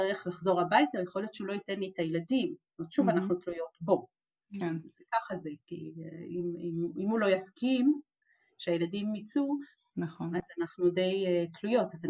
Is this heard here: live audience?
no